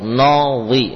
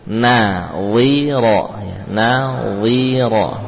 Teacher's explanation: Jangan sampai menebalkan nun ya, karena bertetangga dengan wa. · Shown in: second take